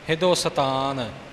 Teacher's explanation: ਹਿੰਦੁਸਤਾਨ ਦੱਦੇ ਦਾ ਹੋੜਾ ਨਹੀਂ ਬਣਨਾ ਚਾਹੀਦਾ ਔਂਕੜ ਲੱਗਾ ਹੈ ਔਂਕੜ ਹੀ ਬੋਲਣੀ ਹੈ